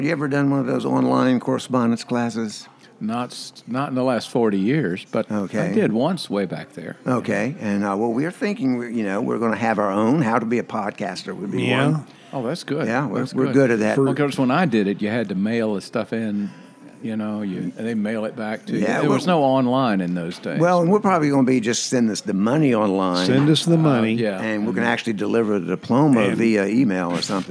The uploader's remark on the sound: This episode was recorded at Saluda Outfitters in Saluda, North Carolina – the home of Green River Eddy’s Tap Room.